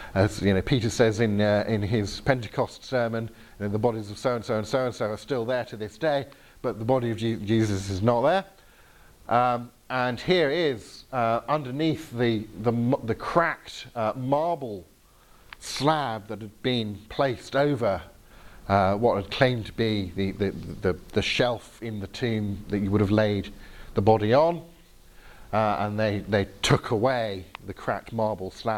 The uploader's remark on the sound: Talk with Q&A from the Reality 3:16 residential weekend in Northern Ireland, 17th March 2018